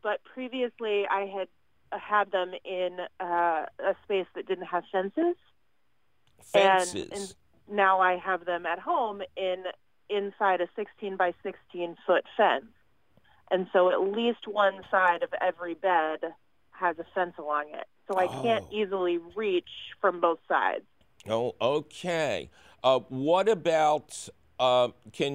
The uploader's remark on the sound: we take your phone call questions!